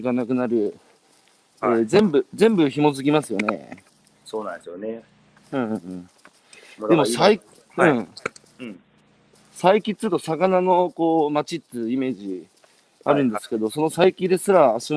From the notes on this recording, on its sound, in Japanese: 大分県佐伯市。歩きながら1時間、対談する。